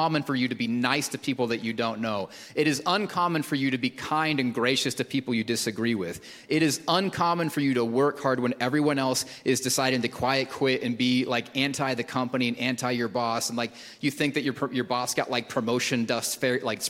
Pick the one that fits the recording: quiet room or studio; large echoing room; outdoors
large echoing room